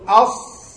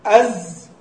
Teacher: والصاد أدخل الثلاثة يعني إلى داخل الفم والزاي أخرج الثلاثة. ما تقول أص تجد رجع الورا شوية أز تجد طرف اللسان طلع جدا إلى الخارج أس تجده بينهما تجده بينهما.